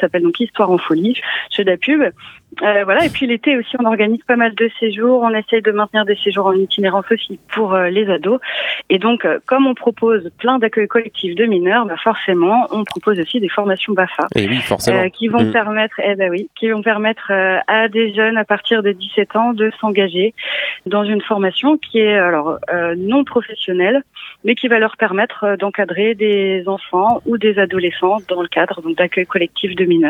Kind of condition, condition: link, phone line